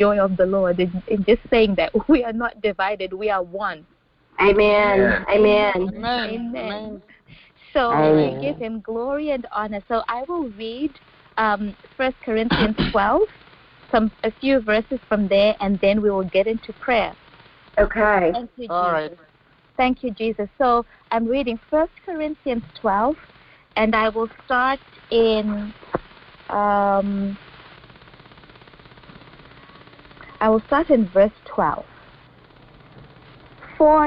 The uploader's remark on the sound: Phone/Internet Prayer Conference Call. We had technical difficulty which we think is now resolved for future calls.